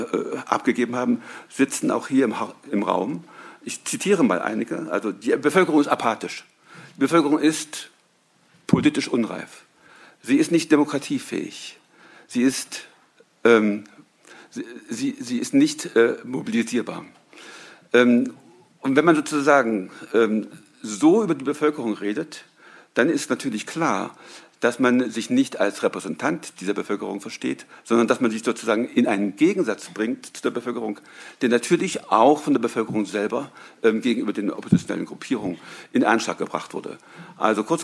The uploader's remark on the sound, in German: Das Podium wird wiedergegeben; Fragen aus dem Publikum sind in ihren zentralen Inhalten nachgesprochen.